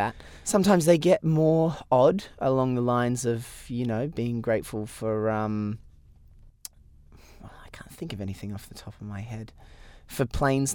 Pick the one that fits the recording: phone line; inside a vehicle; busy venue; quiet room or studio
inside a vehicle